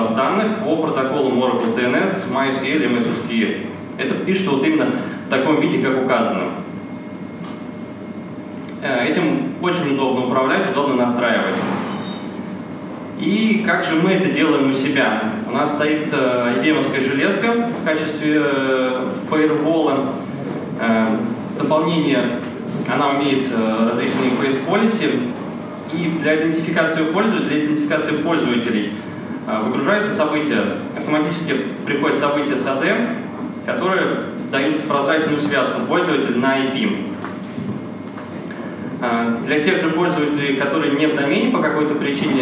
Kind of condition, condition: setting, live audience